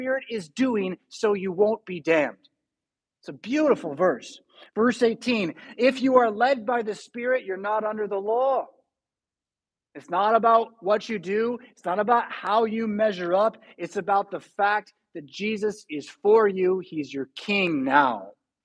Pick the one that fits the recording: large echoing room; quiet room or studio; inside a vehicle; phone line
large echoing room